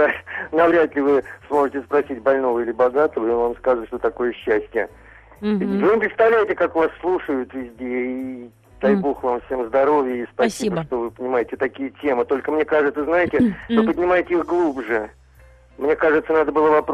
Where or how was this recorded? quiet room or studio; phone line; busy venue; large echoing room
phone line